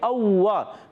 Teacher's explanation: تو یہاں پر واو مشدد رک کر ادا کریں گے، ہونٹ گول ہو جائیں گے